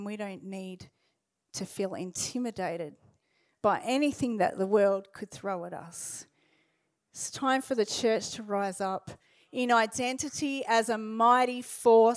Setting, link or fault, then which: setting, large echoing room